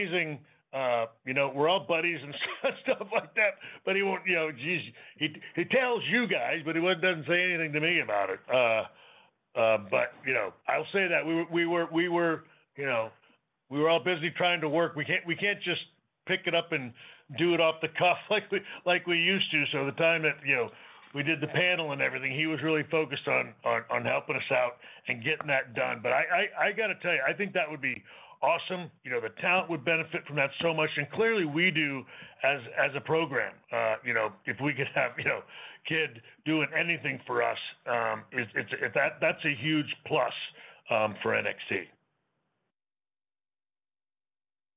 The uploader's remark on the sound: NXT Deadline Pre-Show Media Conference Call. Speaks to media ahead of the NXT Deadline show.